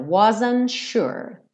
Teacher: Aqui o T do wasn't dá uma sumida